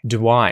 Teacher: The first pronunciation change you'll notice here when these are said more closely together, do I, is that this weird little W appears out of nowhere between the two vowel sounds, oo and I · Term: linking